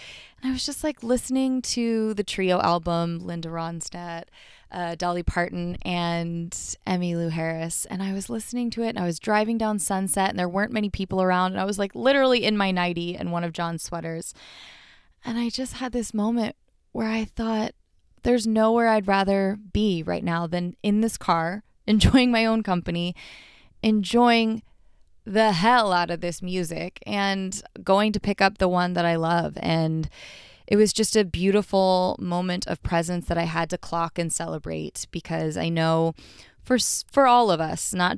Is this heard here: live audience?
no